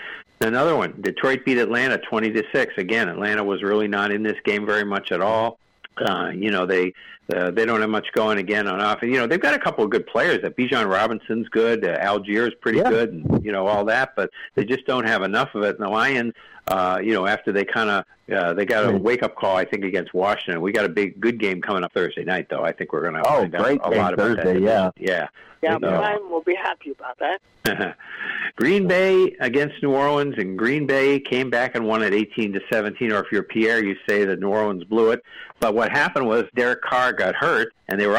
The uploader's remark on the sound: take your live calls and questions in realtime